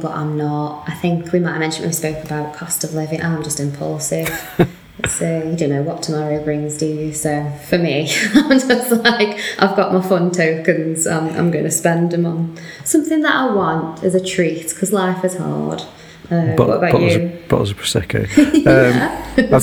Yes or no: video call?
no